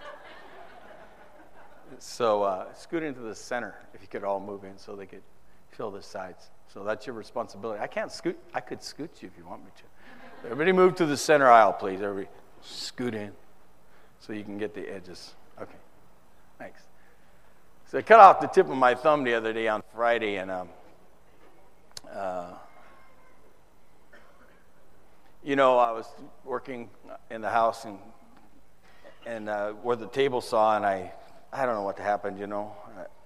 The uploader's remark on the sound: Preached in the 2013 San Antonio TX Conference